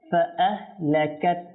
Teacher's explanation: ফা আহ লাকাত, অর্থাৎ লাস্টে হা সাকিন যেন আপনার চলে আসে